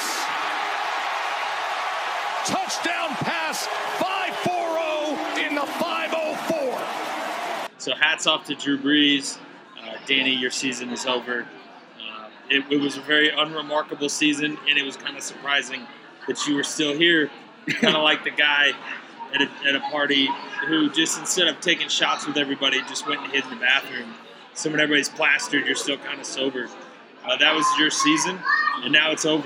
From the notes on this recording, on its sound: Live from Boulevard Brewing Company.